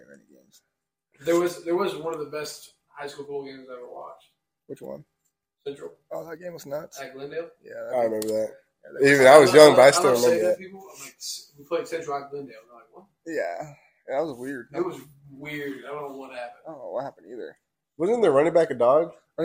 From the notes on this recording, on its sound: So sorry for the audio quality guys, we tried to fix but could not.